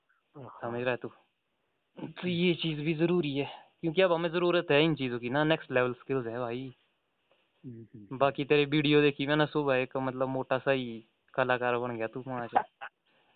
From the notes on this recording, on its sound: A phone talk